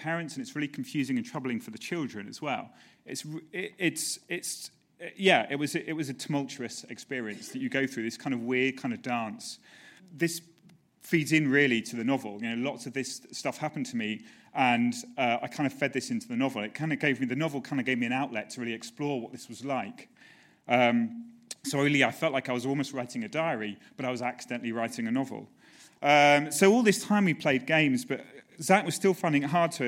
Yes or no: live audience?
yes